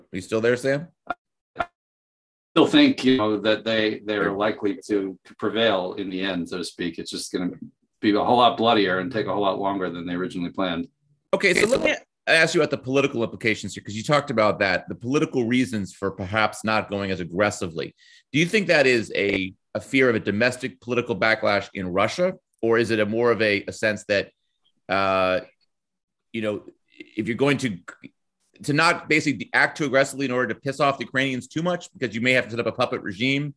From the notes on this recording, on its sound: The Truth and Consequences Zoom Chat. Apologies in advance for some audio issues we had during the discussion.